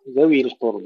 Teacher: ذوي القربى تحقيق الكسر كسر الواو، ذوي القربى محقق الكسرة ونرقق اللام في كلمة القربى